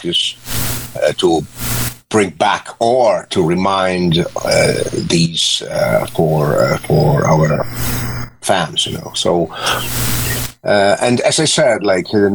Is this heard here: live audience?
no